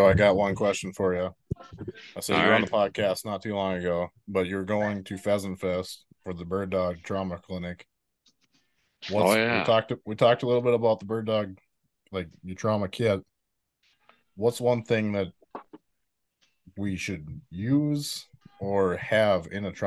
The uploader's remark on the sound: LIVE!! BEER:30 Zoom Room Part 1. This is the first ever, recorded live, beer:30 episode.